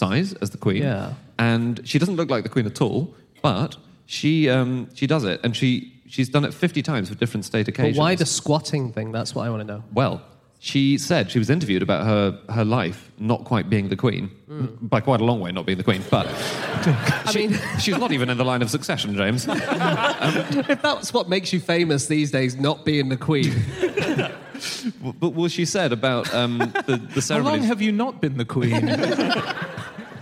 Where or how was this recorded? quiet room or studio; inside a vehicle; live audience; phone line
live audience